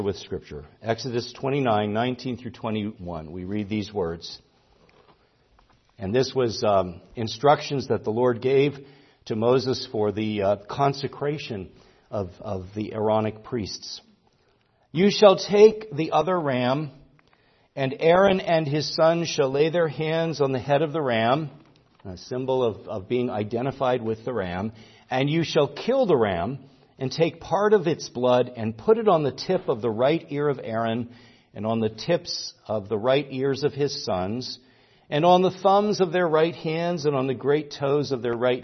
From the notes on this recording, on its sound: preached at Grace Orthodox Presbyterian Church in Sewickley, PA, during the evening Worship Service on Sunday, October 15, 2023